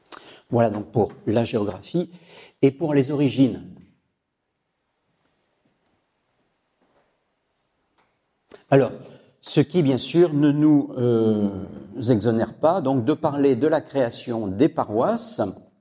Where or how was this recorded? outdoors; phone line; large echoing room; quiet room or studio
large echoing room